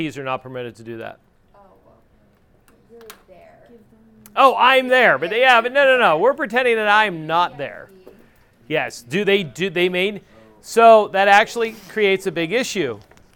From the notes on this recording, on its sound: This episode is the raw recording of the EMT class